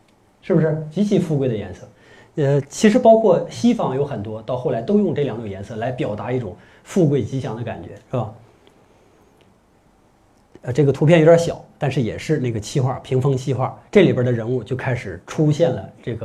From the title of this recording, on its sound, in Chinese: 讲座录音